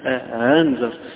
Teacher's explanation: التسهيل عبارة عن تحويل الهمزة إلى بين الهمزة والألف، بين الاثنين، يعني قريبة من الهاء بس مش مخرج الهاء